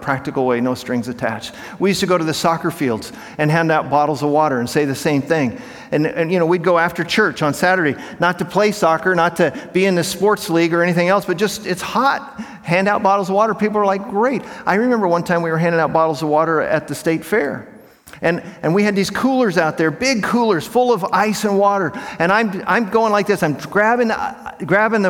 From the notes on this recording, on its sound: In this talk from Monday morning of the 2023 Propel Conference